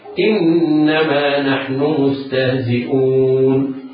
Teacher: فنجوز في الواو القصر بمقدار حركتين هكذا: إنما نحن مستهزئون، والتوسط بمقدار أربع حركات هكذا: إنما نحن مستهزئون، والطول بمقدار أربع حركات هكذا: إنما نحن مستهزئون، طول بمقدار ست حركات.